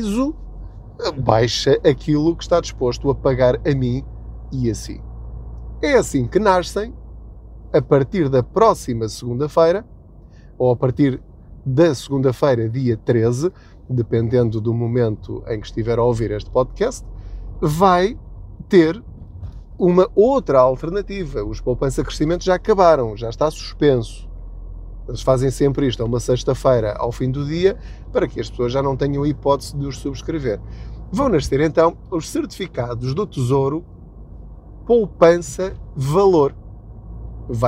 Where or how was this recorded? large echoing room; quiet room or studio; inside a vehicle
inside a vehicle